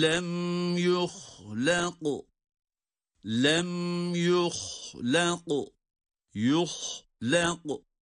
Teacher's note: Bakınız hem ha hem kaf kalın.